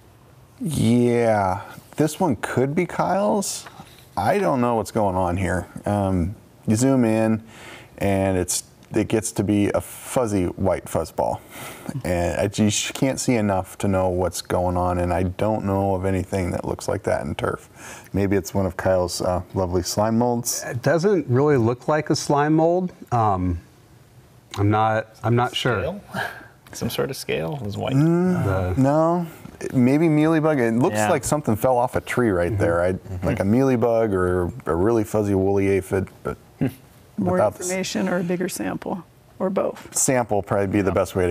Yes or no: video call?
no